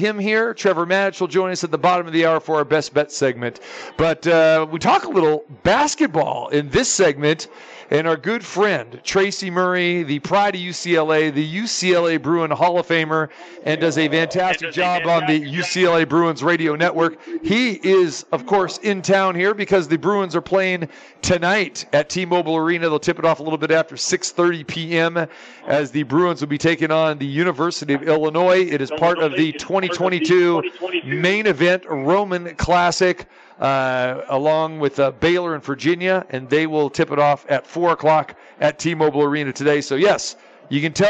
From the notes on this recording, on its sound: Live from the Superbook at the Westgate Hotel and Casino. It's Best Bets live from the Superbook at the Westgate.